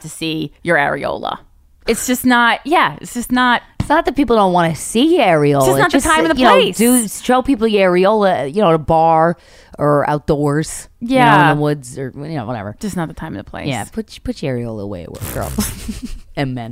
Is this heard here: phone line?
no